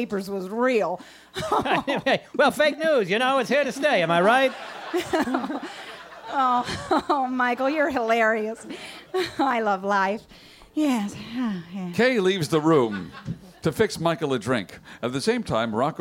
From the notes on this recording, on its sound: This is the full live recording. Taped in front of a live audience at the Village Underground in the West Village.